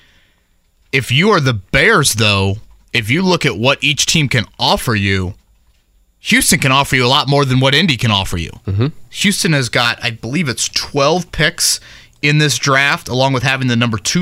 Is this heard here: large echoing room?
no